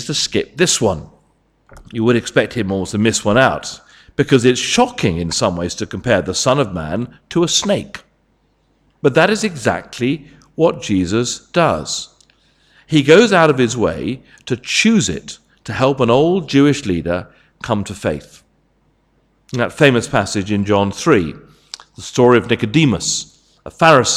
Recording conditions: large echoing room